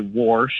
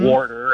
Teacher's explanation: so I hear that extra R get added occasionally · Term: R insertion